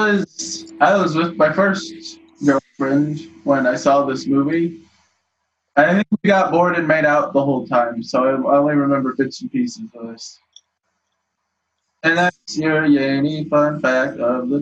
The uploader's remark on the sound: AUDIO DISCLAIMER: This was recorded using Zoom during the recommended social distancing time of the COVID19 pandemic. This Is not representative of the quality of audio we prefer.